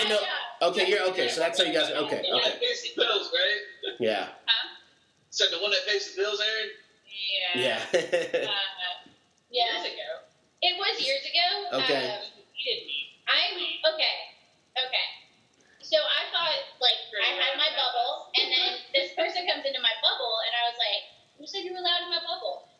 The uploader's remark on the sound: With Coronavirus messing everything up. Busted out the Zoom.